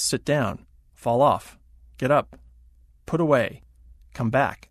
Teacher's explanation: They tend to be stressed on the second word · Term: phrasal verb